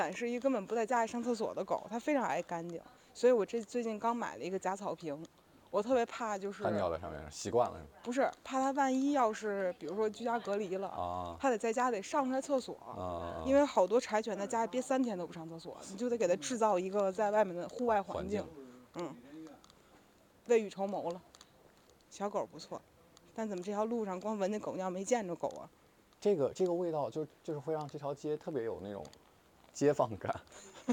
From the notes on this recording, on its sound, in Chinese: 本期散步路线：张自忠路—东四九条—朝阳门北小街—东四八条—东四北大街—北新桥—交道口东大街—安定门内大街—方家胡同—雍和宫大街。因为这个系列都是在街头录制，所以全程伴随着街头环境音；音量大小有所起伏。